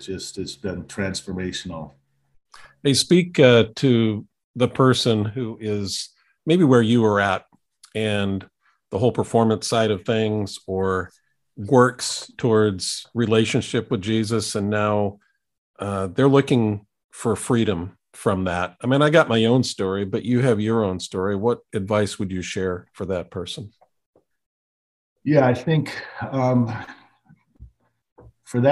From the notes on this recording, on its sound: Now I can say I've done a show with Covid. Quarantined in a hotel room on an island, I borrowed a professional microphone, had access to Zoom, and way we went. As I record this episode, I am still in quarantine.